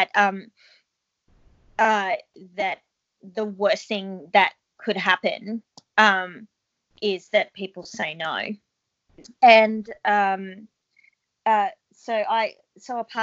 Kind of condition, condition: link, video call